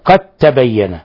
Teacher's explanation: لا يجوز أن نقول قد تبين، قد تبين، لا قد تبين، أضغمنا الدال في التاء، هذا يسمى عند القراء إضغام متجانسين، لأن الدال من جنس التاء، فأدغمت الدال في التاء، قد تبين. قد تبين الرشد من الغي، وأيضا قلنا الغي هذه مشددة، إذا وقفنا عليها نقف عليها بالتشديد.